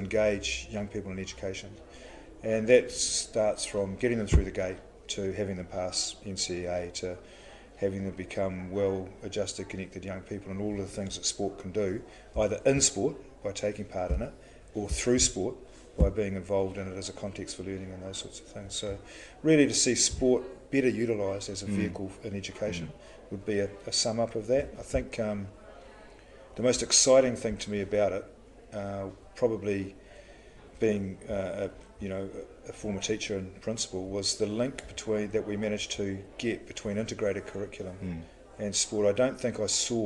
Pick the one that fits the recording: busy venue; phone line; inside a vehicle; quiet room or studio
busy venue